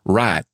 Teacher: For example, in the inland highland areas of the South, places like East Tennessee, where I was born, you'll tend to hear the word right with a monophthong, with one vowel